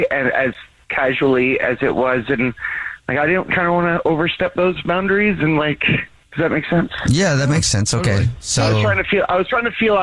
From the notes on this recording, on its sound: We have a guy on the phone. There is a caller on the phone.